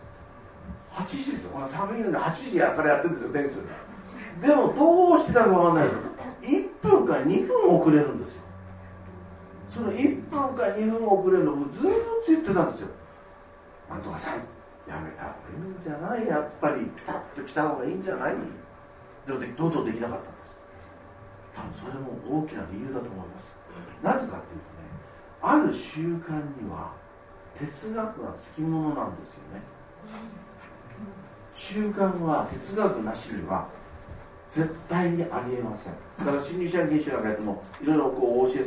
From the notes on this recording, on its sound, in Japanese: 貴重なトークイベントが行われました